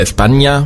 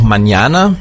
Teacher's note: das N mit diesem Schleier drauf, das wird ausgesprochen wie ein NJ